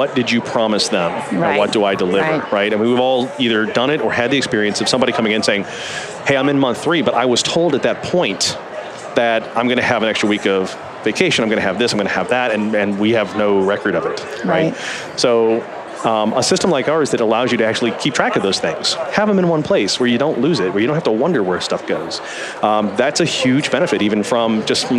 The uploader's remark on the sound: LIVE from Las Vegas, at #HRTechConf